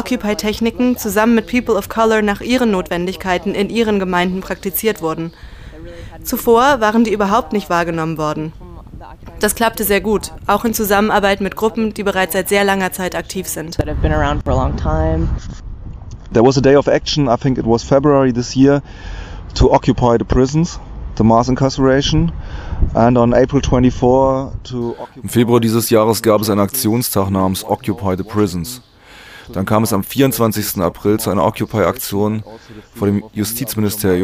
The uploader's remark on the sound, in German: Anfang Juni sprachen wir in Berlin am Rande eines Vortrages der Free Mumia Bewegung